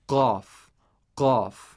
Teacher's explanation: The way the letter qaf is pronounced is that it is articulated from the deepest part of the tongue and what lies opposite to it from the roof of the mouth in the area of the soft palate. So qaf is produced by the deepest part of the tongue, the very back of the tongue, touching a small flesh known as the uvula.